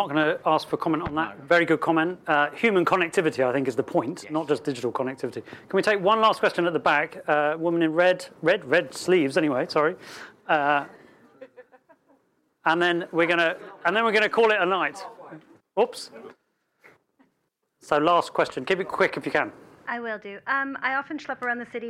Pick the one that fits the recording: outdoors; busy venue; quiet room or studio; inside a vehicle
busy venue